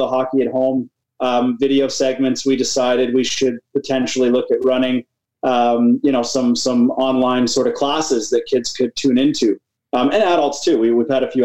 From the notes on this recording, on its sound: Zoom Chats.